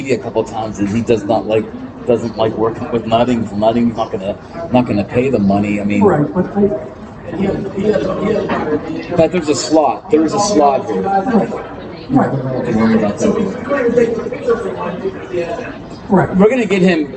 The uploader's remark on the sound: Draft 412 LIVE at Caliente Pizza & Draft House. Draft 412's second LIVE podcast.